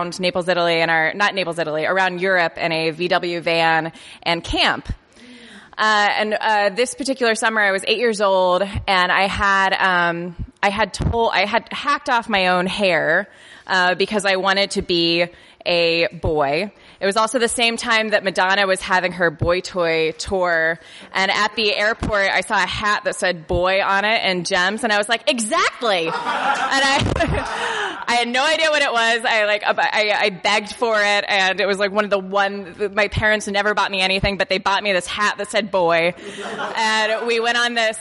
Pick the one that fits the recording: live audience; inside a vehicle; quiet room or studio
live audience